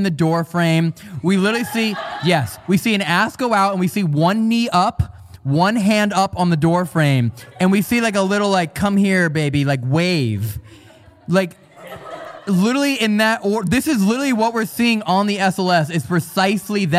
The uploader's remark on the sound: This episode was filmed in front of a live audience at the haunted Pennhurst Asylum in Spring City, PA on August 25, 2022.